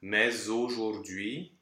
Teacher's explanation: we have the AU, that's closed O.